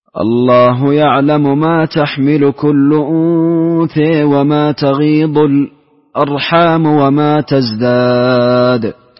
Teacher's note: في قوله يعلم ما تحمل شفيها، فيها إدغام للسوسي. وفي قوله أنثى، فيها الإمالة لحمزة والكسائي. والتقليل لأبي عمرو البصري.